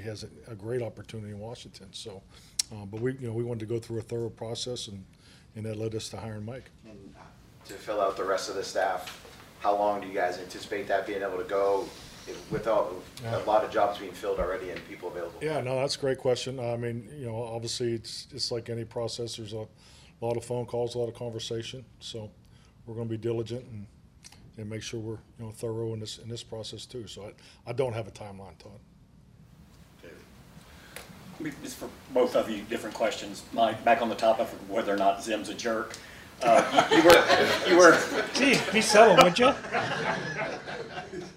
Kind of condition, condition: setting, busy venue